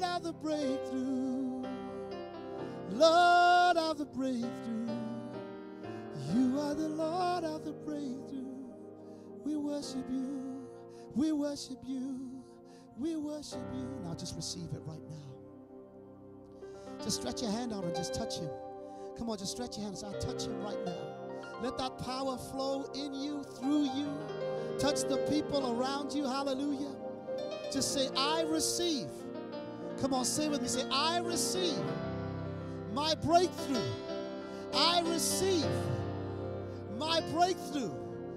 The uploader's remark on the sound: recorded Sunday 16 August 2020, 10:30am service.